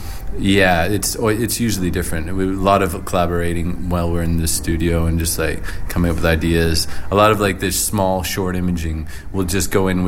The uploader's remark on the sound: Recorded in a pub, this is the Earshot Creative Review for March 2010.